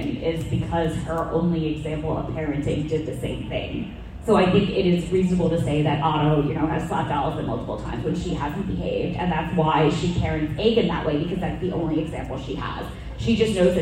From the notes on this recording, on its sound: Live audio from the Princess and the Queen panel at Dragon Con 2023. While some minor sound editing was done to make the original recording somewhat easier on the ears, please keep in mind that this was recorded live and therefore the sound quality is uneven at best.